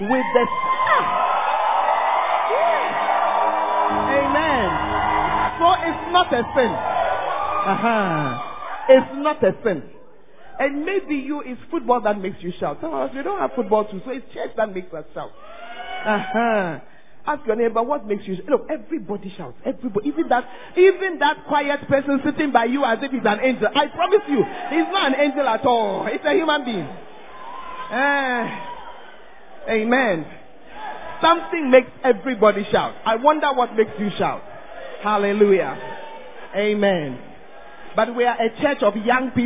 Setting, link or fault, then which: setting, large echoing room